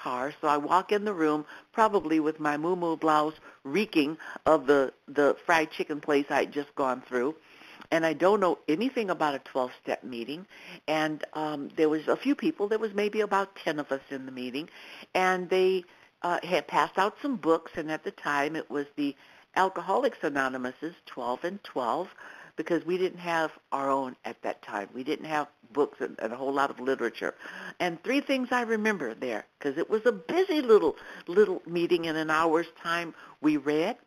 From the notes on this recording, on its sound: 100 Pounders Phone Meeting